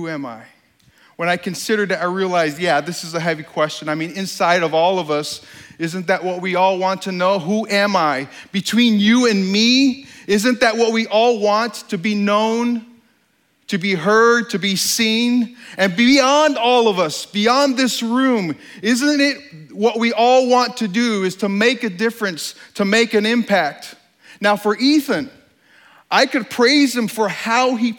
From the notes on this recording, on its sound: During this talk at STORY 2016. This talk was given on stage at the Country Music Hall of Fame in Nashville, TN.